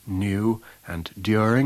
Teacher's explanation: We have historical yod retained in the words new and during